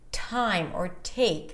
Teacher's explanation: a T at the beginning of the word is aspirated and full of air